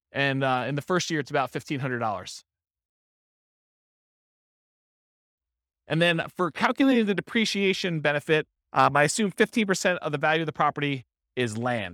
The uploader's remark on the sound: This was a live class recorded